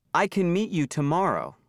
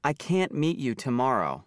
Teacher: Can is unstressed, so the vowel is reduced. · Shown in: first take · It sounds like kin.